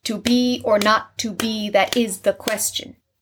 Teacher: Iambic means that each foot is an iamb, which means that it has an unstressed syllable and then a stressed syllable. So da-da, da-da, da-da, da-da, da-da. · Term: iambic pentameter